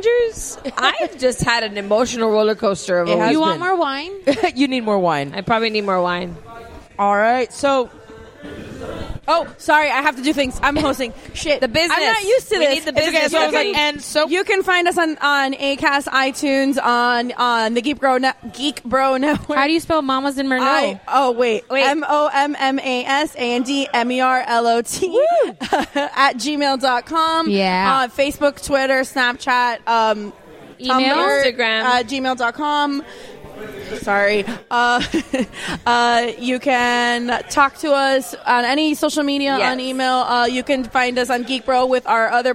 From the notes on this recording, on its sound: Record from Game Con, where we were celebrating International Table Top Games Day.